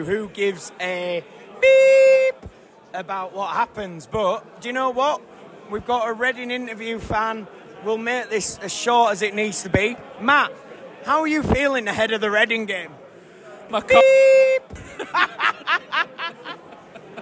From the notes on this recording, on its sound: Coming to you live from The King’s Head